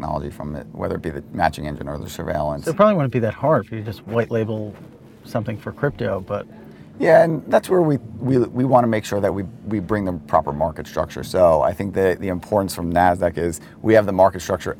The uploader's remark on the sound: recorded at Paris Blockchain Week 2023